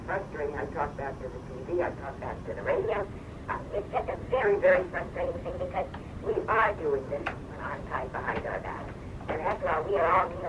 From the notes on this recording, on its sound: technical difficulties with show, and tape